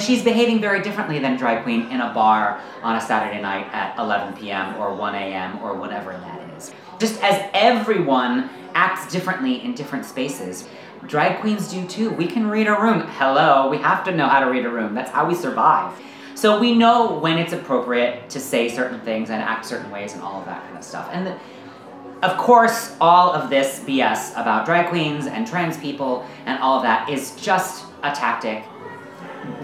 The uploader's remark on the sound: To spoken words and ambient sounds. A drag queen addresses a late night audience.